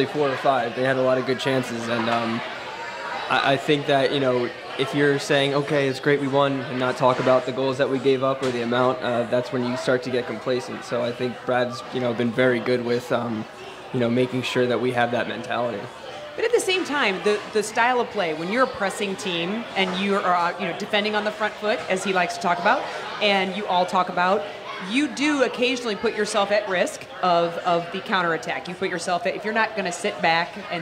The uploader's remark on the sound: It’s the Michelob Ultra CITY Caravan! Live from Hot Shots in Arnold, MO.